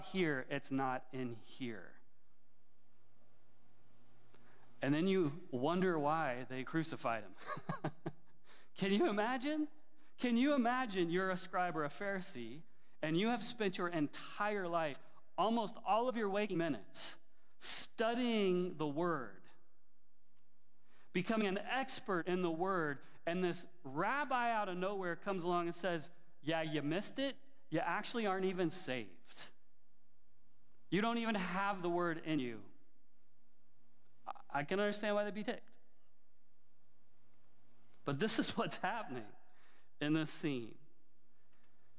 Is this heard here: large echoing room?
yes